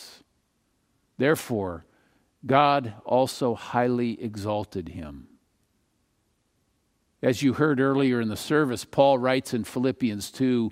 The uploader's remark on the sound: Palm Sunday message delivered during the Traditional Worship Service. San Marino Community Church.